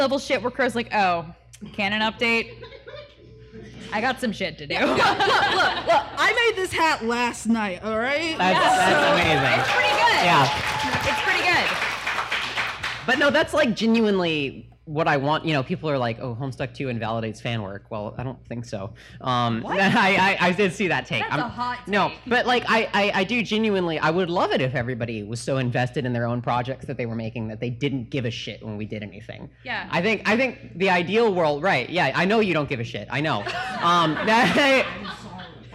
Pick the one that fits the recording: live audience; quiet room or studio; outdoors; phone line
live audience